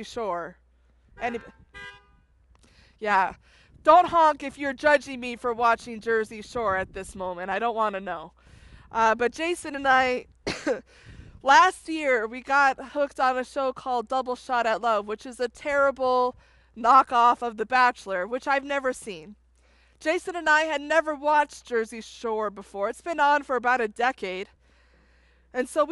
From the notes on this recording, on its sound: This was also a drive-in style Palm Sunday service. Preached outside on a trailer.